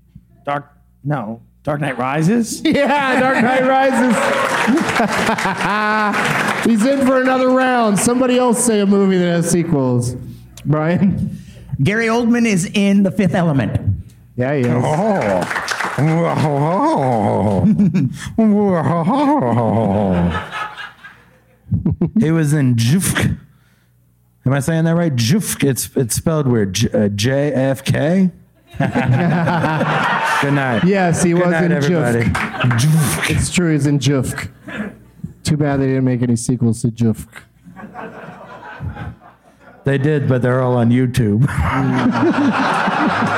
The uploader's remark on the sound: Live from Goodnights Comedy Club in Raleigh